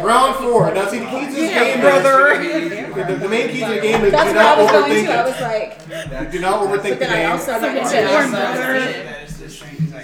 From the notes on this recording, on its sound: Pardon the jumbled noise, outbursts of laughter and foul language, and plenty of adult conversations.